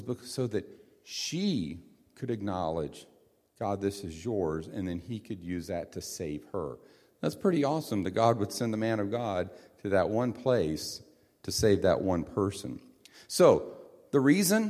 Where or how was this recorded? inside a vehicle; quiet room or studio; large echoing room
large echoing room